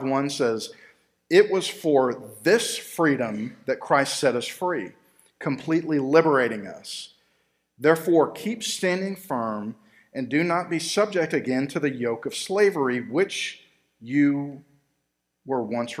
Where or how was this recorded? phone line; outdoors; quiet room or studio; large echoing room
large echoing room